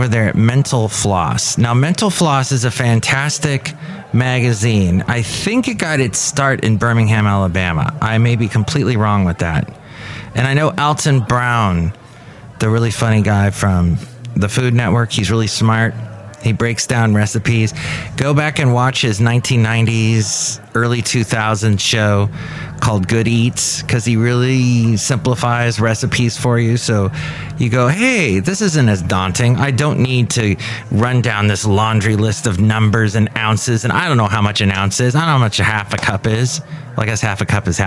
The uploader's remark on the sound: podcasts live from Cafe Anyway